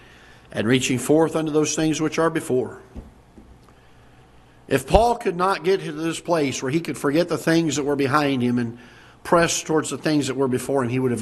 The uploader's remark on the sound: Ketha Heights Baptist Church ~ Live Broadcast